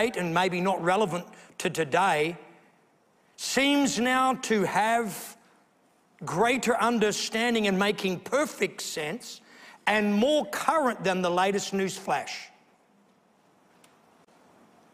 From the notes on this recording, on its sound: A sermon preached at the Potter's House Beechboro, Western Australia